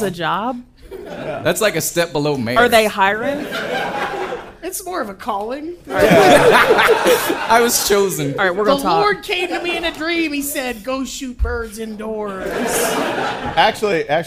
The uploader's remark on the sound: Live at SXSW! We cut out the Q&A portion of the show.